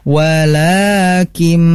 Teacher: Karena ini ada idgham bi gunnah. Jadi nunnya itu langsung ke huruf mim